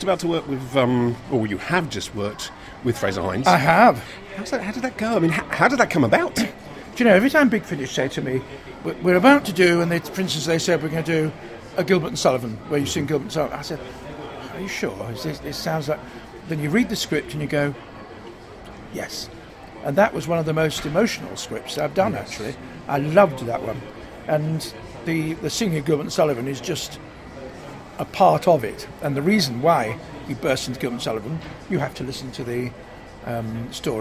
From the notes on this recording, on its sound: recorded at a signing event at Waterstone’s, Lakeside, Thurrock